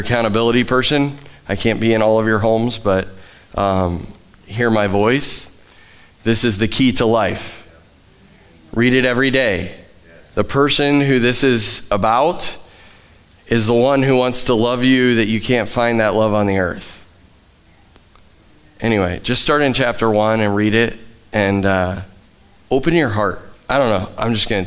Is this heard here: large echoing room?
yes